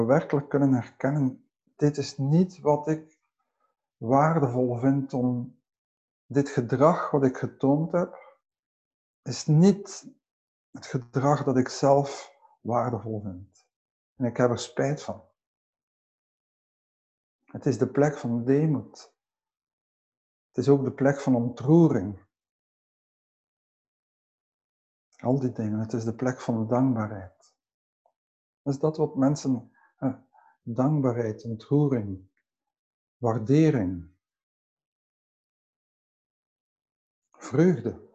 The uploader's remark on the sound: Teisho via zoom